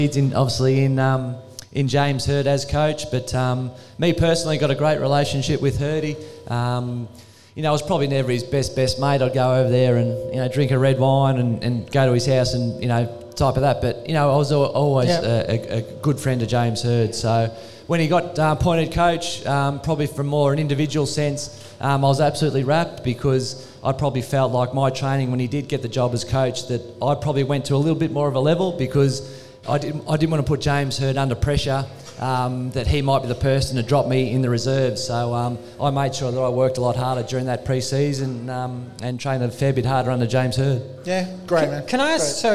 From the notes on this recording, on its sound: at the Welcome to Thornbury live Match Day event